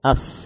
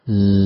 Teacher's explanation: Nah, itulah yang membedakan baina zai was sin. Nafas yang banyak pada sin. Ya. Kalau zai tahan.